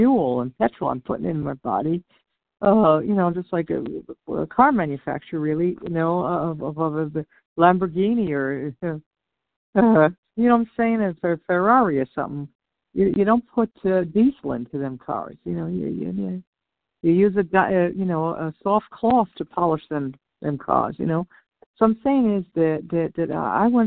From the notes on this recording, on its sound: 100 Pounders Phone Meeting.